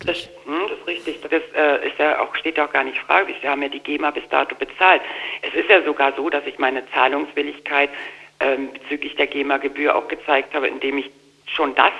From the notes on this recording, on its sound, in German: Phoner-Interview. Von der Fete de la musique.